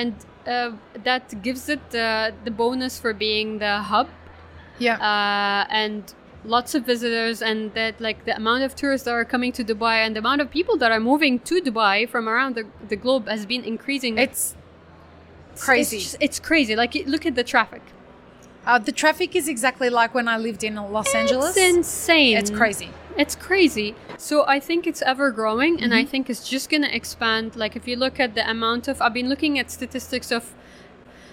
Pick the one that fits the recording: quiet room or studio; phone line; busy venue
busy venue